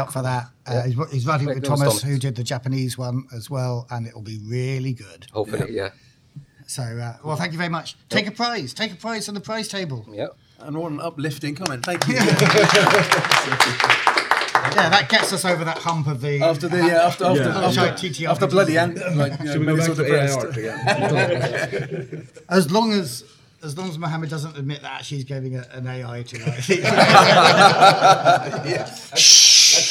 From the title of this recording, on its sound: recorded live and uncensored at UK Games Expo